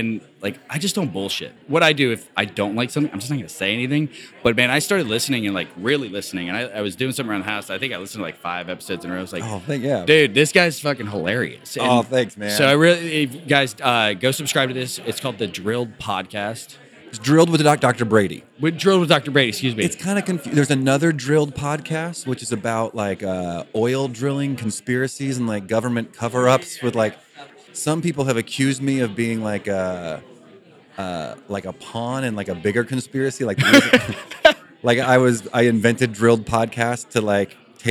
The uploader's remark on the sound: Live from DIA 2.0. Two podcasts collide live at DIA2.0 in Scottsdale, AZ.